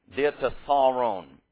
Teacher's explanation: So the accent is on the penult. The penult is the syllable before the ultima, the last syllable. So it's the second to last syllable.